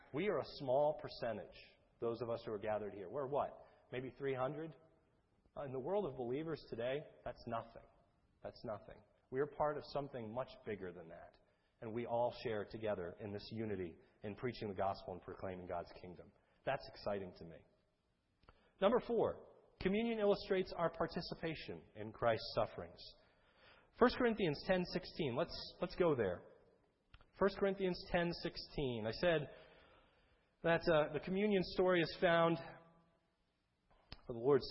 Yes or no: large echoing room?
yes